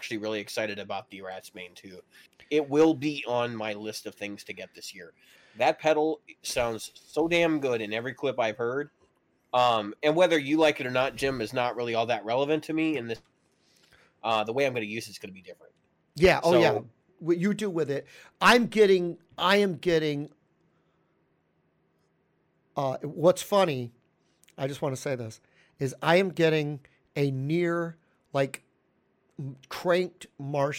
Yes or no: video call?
no